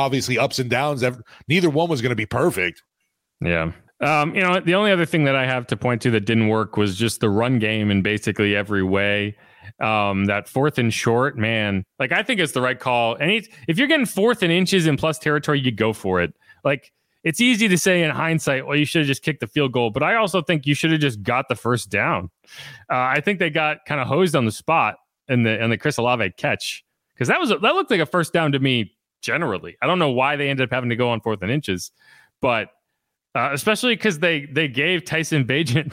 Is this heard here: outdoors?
no